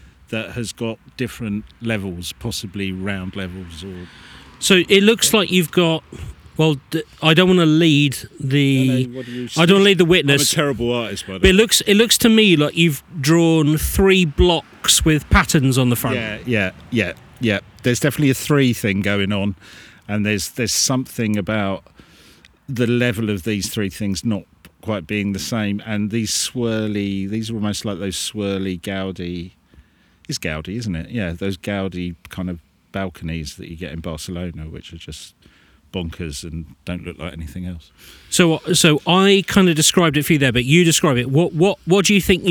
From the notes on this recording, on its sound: We were back on location at the Hoar Stone and Tomb in Enstone Oxfordshire on Mid-summer eve, to tell ghost stories and folklore tales, and see if this stone might walk at midnight. We tried some live psychic tests.